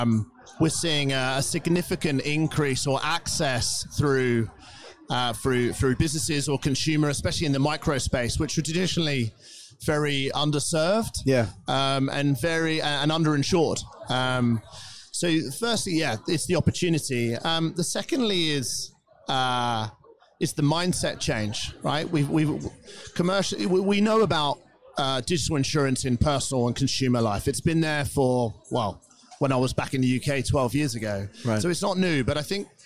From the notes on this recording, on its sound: During this broadcast at the Singapore Fintech Festival